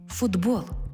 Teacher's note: Чому в транскрипції звук «д»? Бо глухий «т» поруч із дзвінким «б» перетворюється на дзвінкий «д» поруч із дзвінким «б».